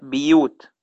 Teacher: كلمة بيوت يقرأها بكسر الباء